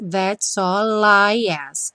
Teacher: juntamos o S com o all